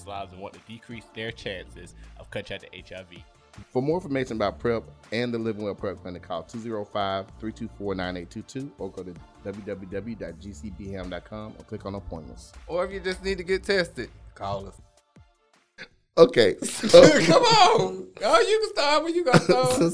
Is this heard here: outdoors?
no